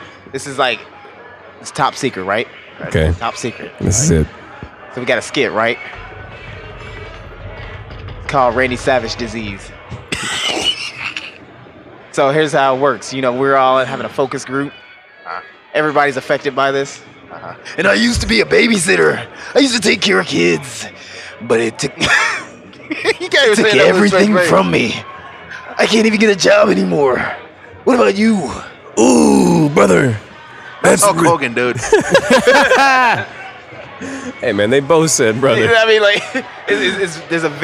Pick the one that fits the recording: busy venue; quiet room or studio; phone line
busy venue